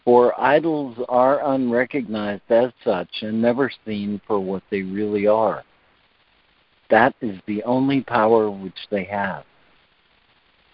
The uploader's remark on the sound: ACIM Daily Conference Call